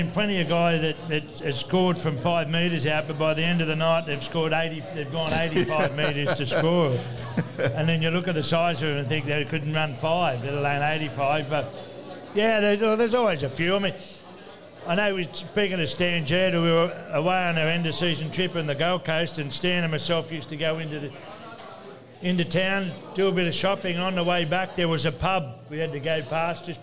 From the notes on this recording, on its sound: Live from Jacks Bar & Grill.